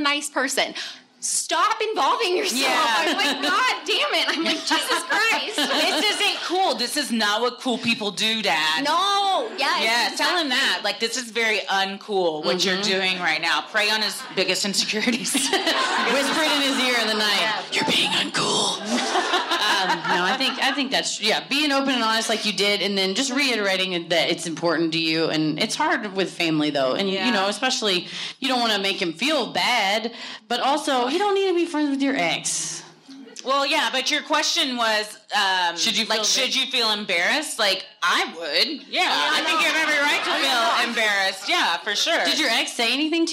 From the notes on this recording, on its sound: Recorded Live at Comedy Works, Denver.